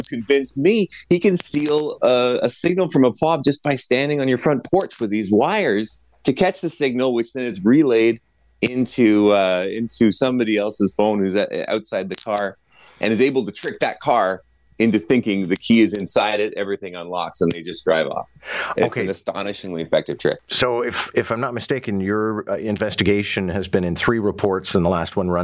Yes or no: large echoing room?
no